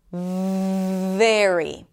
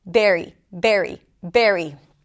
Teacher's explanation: Now, some people might pronounce it as an oral stop. Berry, berry, berry. Just not letting it flow out for long enough